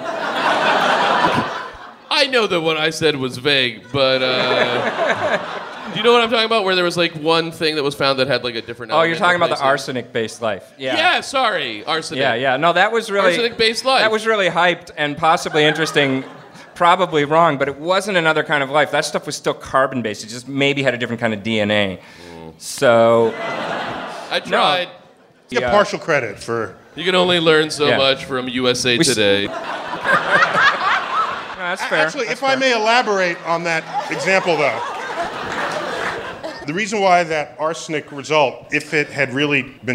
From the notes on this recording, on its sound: StarTalk Live descends on The Bell House